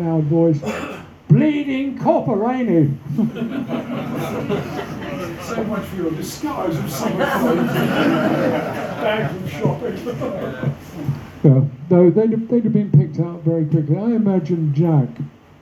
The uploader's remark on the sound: We are pleased to bring to you the Speaker Presentations from the 2023 East End Conference held over the weekend of 7 & 8 October in the Astronomer Pub in Middlesex Street in the East End of London.